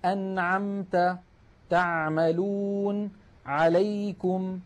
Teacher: هذه العين تخرج من وسط الحلق. وأحب أن أنبه بأن العين الفصيحة أعمق من العين التي نعتاد في أغلب العاميات المعاصرة أن نأتي بها. · العين الفصيحة أعمق من العين التي نعتاد في أغلب العاميات المعاصرة أن نأتي بها. نحن متعودون أن نقول مثلا يعني مخرج مرتفع قليلا، العين الفصيحة أعمق.